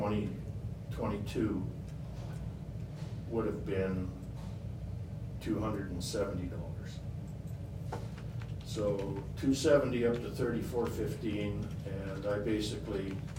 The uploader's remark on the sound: Regular Council Meeting for the Town of Peace River. The audio begins at the beginning of the meeting and ends as Council moves into closed session.